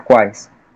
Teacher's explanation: o U, A e o I vão formar um tritongo.